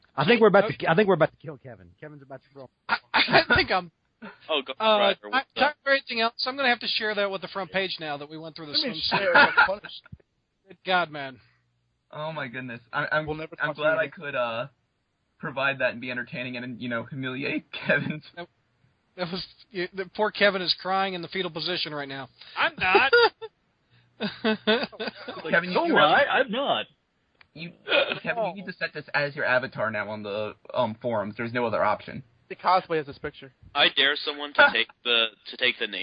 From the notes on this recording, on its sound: We continue to take live callers from around the world